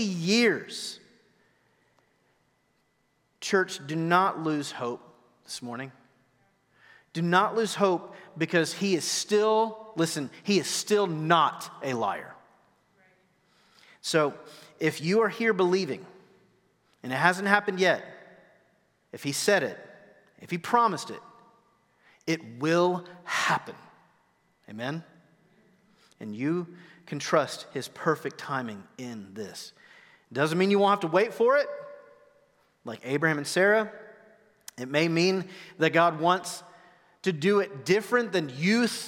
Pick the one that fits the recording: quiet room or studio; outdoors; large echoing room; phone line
large echoing room